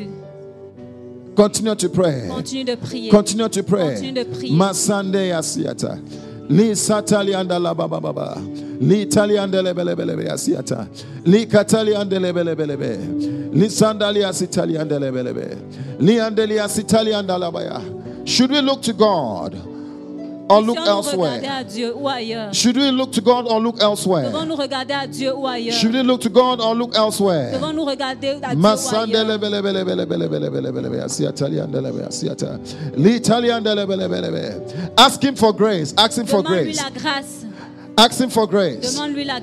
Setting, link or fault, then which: setting, large echoing room